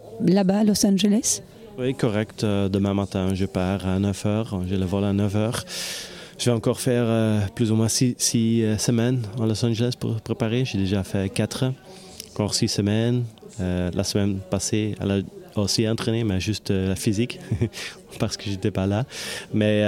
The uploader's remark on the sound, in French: Vous l’entendrez, ce podcast enregistré dans les coulisses du Dôme de Charleroi, dans l’ambiance de la victoire.